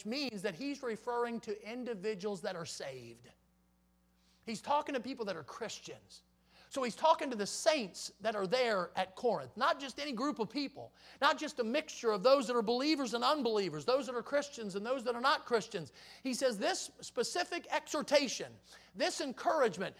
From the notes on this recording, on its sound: in the Sunday Morning Service on January 8, 2023, at Victory Baptist Church in Boonsboro, Maryland